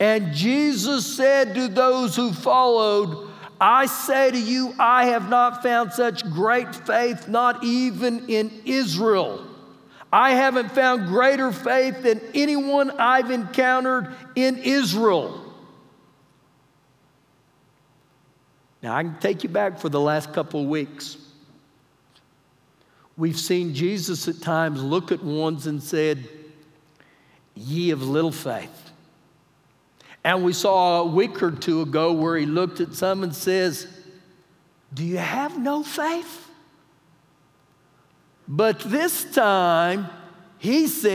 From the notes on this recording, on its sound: Recorded live during our Wednesday night service